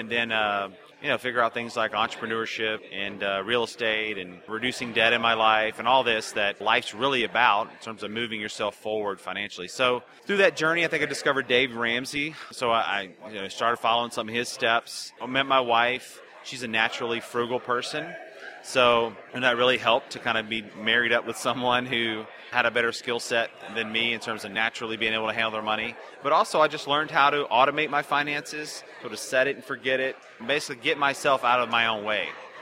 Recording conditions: busy venue